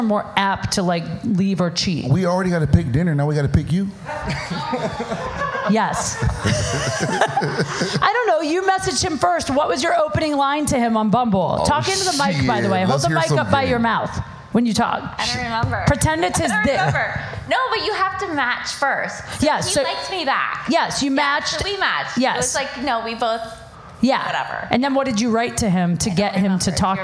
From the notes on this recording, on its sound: LIVE at Saint Rocke